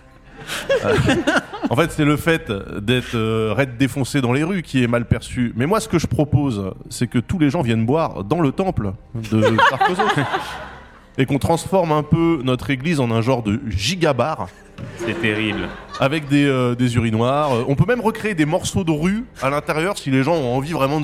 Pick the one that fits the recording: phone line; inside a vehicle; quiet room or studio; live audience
live audience